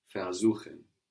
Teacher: We have the accent on suchen, showing us that ver stays put.